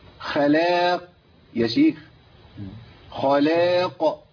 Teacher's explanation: خلصت اللام الضعيفة من الخاء المفخمة والقاف إيه؟ المفخمة